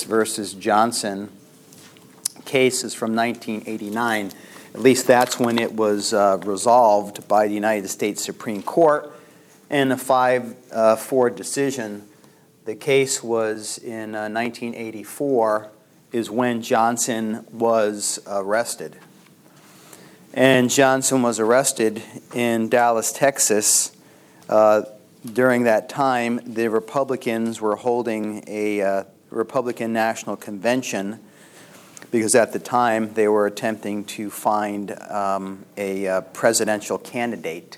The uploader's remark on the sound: LECTURE ADUIO